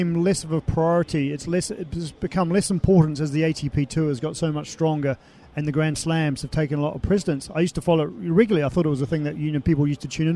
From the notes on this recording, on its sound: From the rooftop garden of Barasti